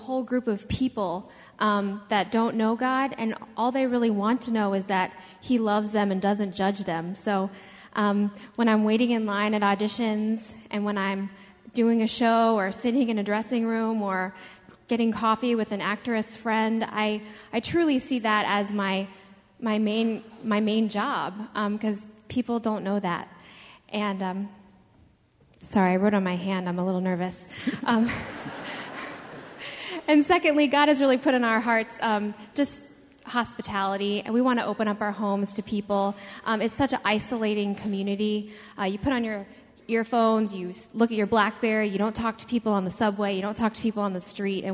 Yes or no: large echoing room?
yes